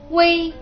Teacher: Abbiamo la U seguita dalla I, che in realtà si legge come se in mezzo ci fosse una piccola E quasi impercettibile